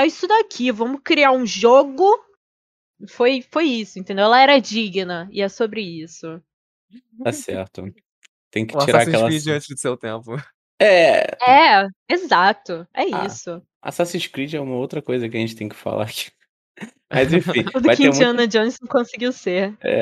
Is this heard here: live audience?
no